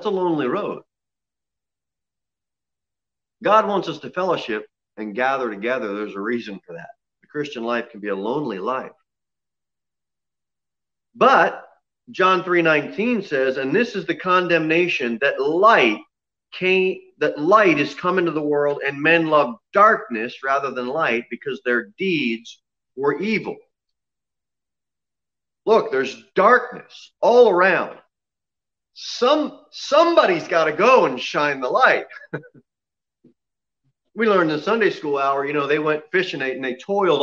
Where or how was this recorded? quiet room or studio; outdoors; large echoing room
large echoing room